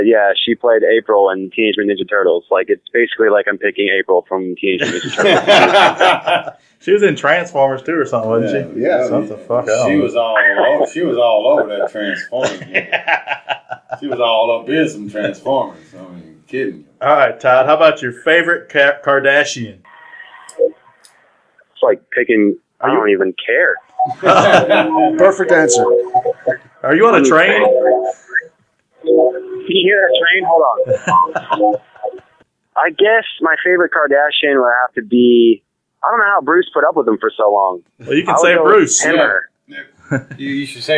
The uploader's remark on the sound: On the phone.